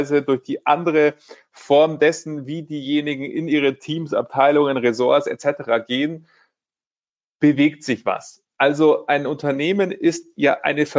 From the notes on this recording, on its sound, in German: Genau dieser Frage sind wir im Rahmen eines Live-Webinars nachgegangen.